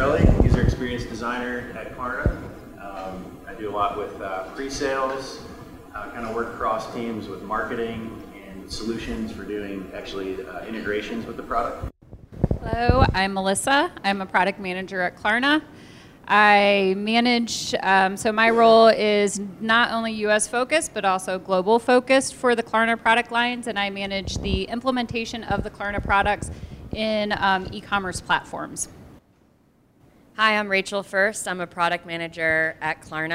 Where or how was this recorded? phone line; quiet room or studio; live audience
live audience